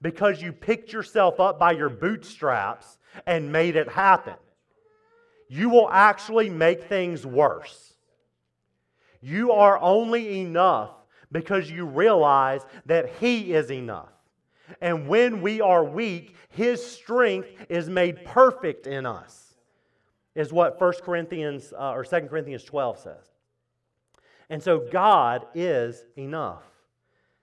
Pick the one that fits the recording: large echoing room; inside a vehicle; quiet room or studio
large echoing room